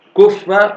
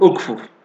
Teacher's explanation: قولك كف قد أدغمت الفاء في الفاء، وفي حال قولك أكفف لم تدغم، أظهرت فككت الإدغام.